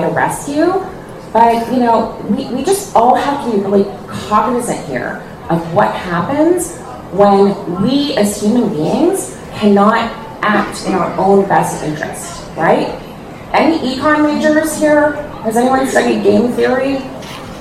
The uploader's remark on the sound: a VC panel discussion from the Established Lounge at SXSW 2023 in Austin